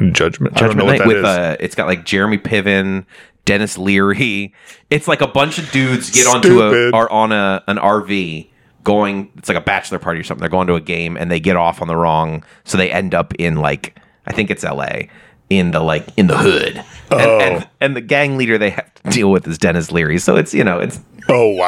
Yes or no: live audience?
no